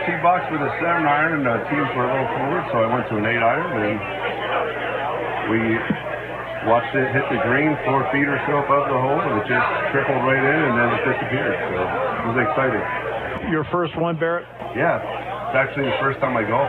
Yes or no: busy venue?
yes